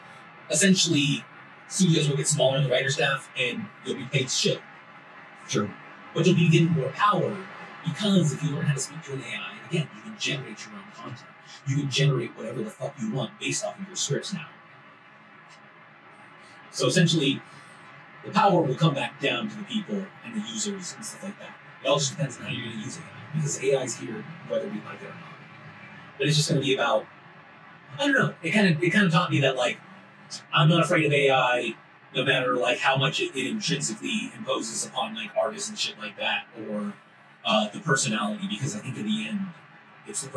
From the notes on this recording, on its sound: Audio is not up to snuff due to technical issues